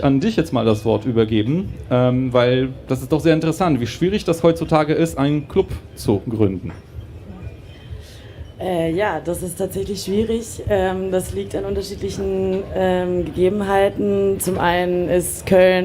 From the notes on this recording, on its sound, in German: Viele dieser Fragen - wie auch weitere aus dem Publikum - werden zur Sprache kommen.